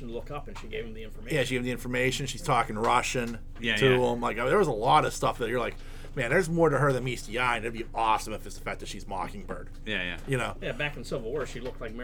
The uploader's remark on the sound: This week we are live at the Nerd Korner